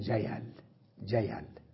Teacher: فأهل مكة تكره النبر، نبر يعني الهمز، لا يقولون جيئل، يقولون جيل جيل، يحذفون الهمزة